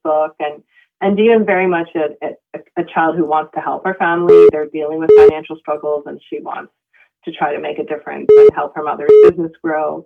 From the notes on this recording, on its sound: called in for a lively chat